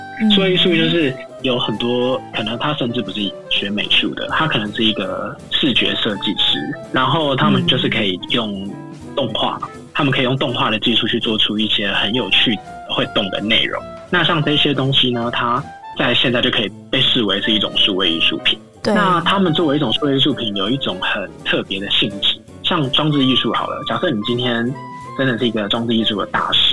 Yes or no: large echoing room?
no